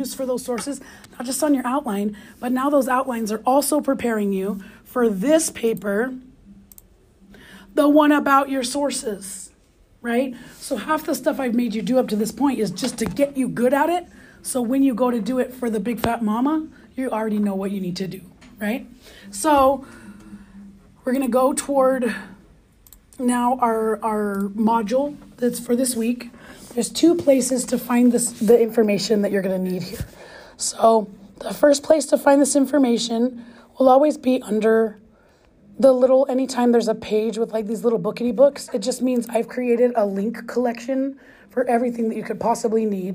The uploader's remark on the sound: In-Class Lecture